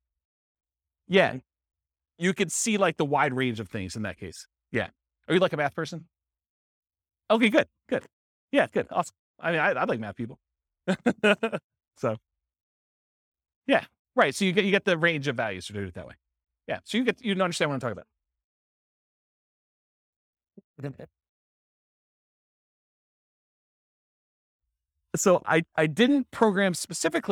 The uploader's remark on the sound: This was a live class recorded